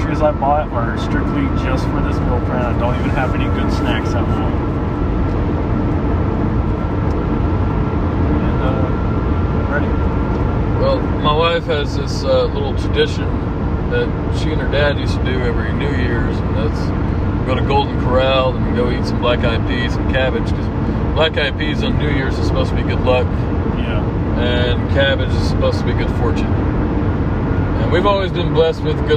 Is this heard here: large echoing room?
no